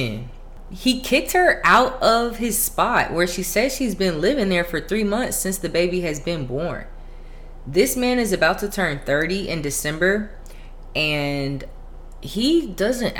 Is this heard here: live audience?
no